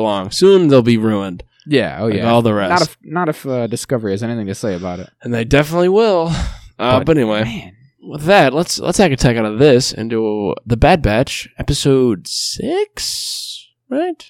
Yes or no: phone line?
no